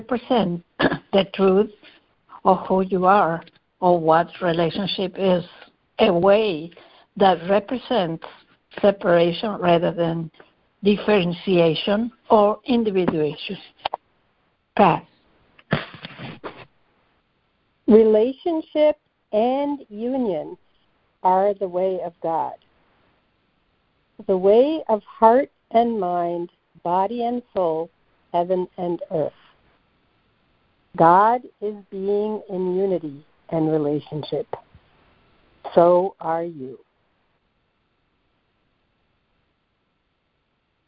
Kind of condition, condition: link, phone line